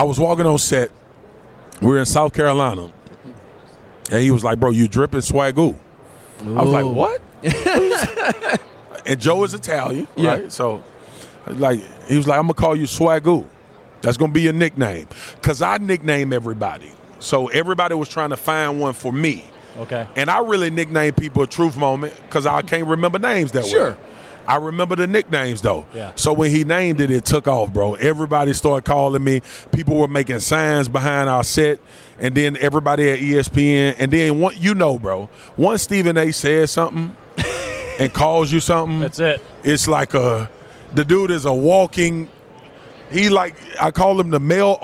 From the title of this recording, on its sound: Live from Super Bowl LVIII - Day 4